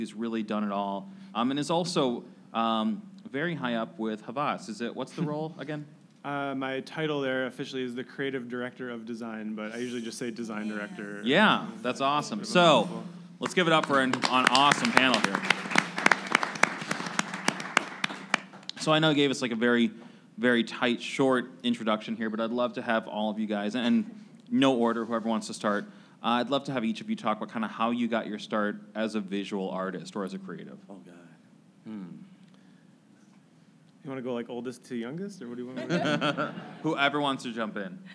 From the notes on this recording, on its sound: In a live panel recorded at the offices of experiential marketing agency Mosaic in Chicago's Fulton Market neighborhood.